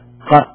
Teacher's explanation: هذا حرف مجهور، فإنك تعتمد وتشدد على مكان خروج القاف حتى يخرج القاف